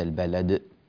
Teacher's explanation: والقلقلة تكون صغرى في حال وصلها بما بعدها، سواء كانت في وسط الكلمة أو في آخرها، وتكون كبرى في حال الوقف عليها. فإذا وقفنا على البلد تكون القلقلة كبرى، يعني أكثر وضوحا